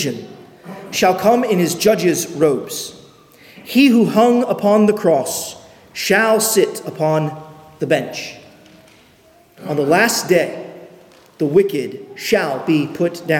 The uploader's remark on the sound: at Arlington Baptist Church in Arlington, Virginia